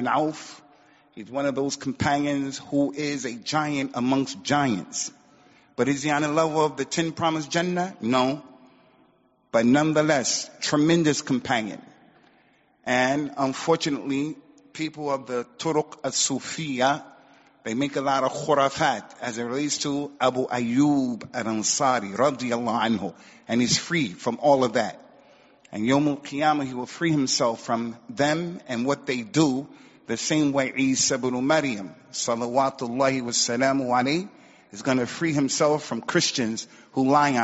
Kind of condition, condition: setting, large echoing room